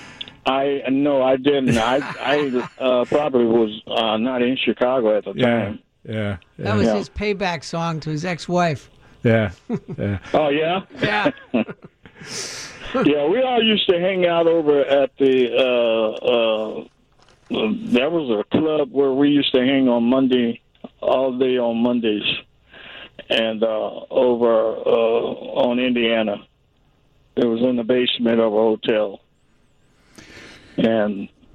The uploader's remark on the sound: joins the conversation over the phone